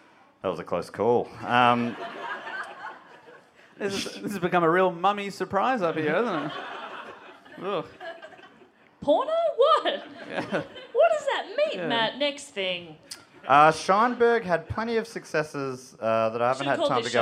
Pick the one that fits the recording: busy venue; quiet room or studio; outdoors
busy venue